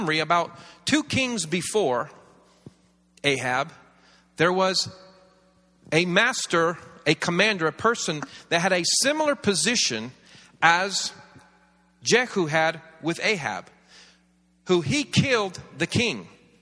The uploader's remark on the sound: This series was recorded around 10 years ago at Daystar Atlanta, the church